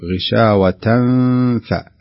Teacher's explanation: هنا التنوين إذا أتى بعد حرف الفاء فيكون الحكم إخفاء، فتخفى التنوين أو يخفى التنوين بهذه الطريقة غشاوة فاء، لأن الفاء من حروف الإخفاء في قوله صف ذا ثنا كم جاد شخص قد سما دم طيبا زد في تقى، هذا هو الحرف اللي هو حرف الفاء في بداية كل كلمة من هذا البيت.